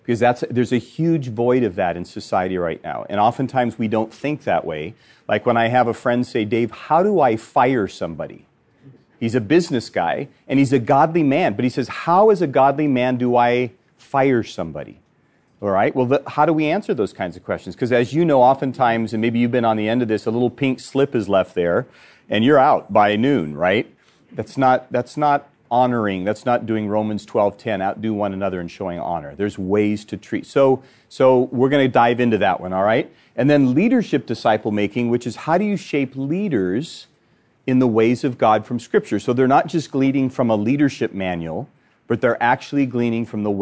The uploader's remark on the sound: This episode is from Lionshare, recorded at the National Disciple Making Forum.